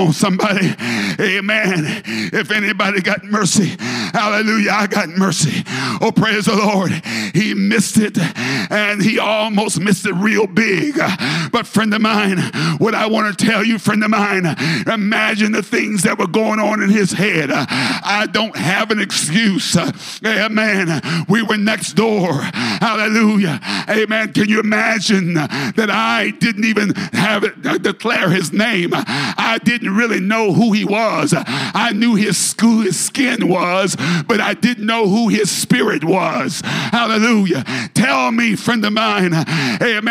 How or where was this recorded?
large echoing room